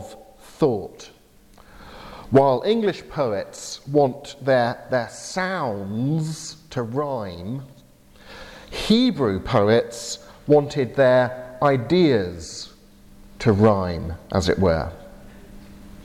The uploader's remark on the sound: delivered at Portrush Presbyterian Church in Northern Ireland